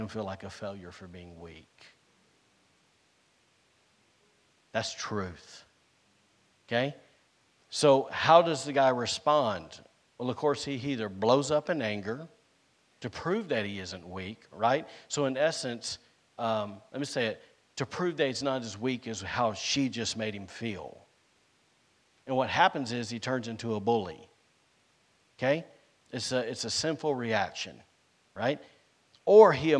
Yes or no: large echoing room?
yes